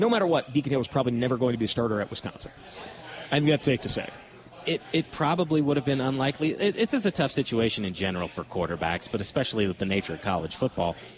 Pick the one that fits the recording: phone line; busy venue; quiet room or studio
busy venue